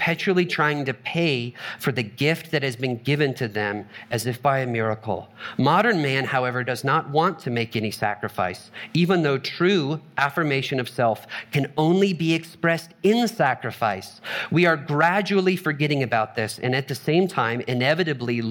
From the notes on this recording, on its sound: Trinity Anglican Church Littleton, CO